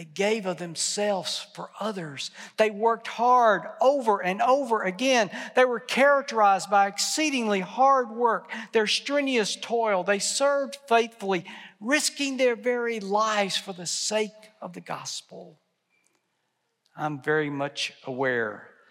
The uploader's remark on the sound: At the 2022 fall commencement ceremony for Southwestern Seminary and Texas Baptist College.